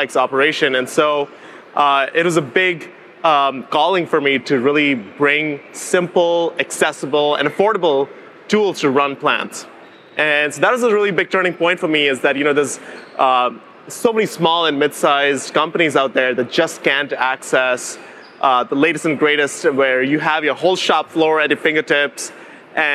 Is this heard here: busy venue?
yes